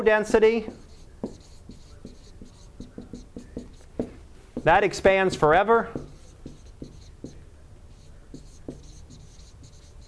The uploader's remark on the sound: Live Class Lecture.